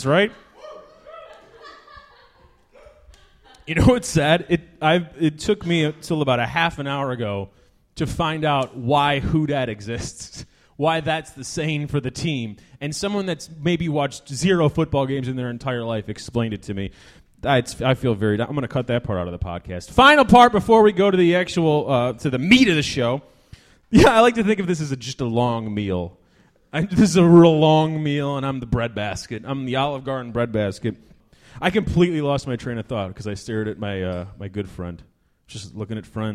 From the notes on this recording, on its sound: Live at Hell Yes Fest at the New Movement Theater